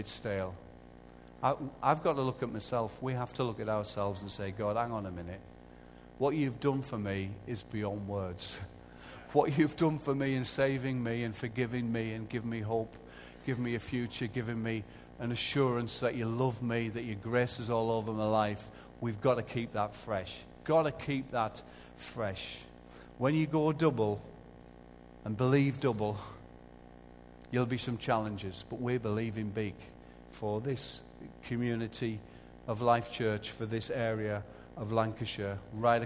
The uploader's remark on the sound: Recorded live at Life Church Lancashire on Sunday 6th April 2014.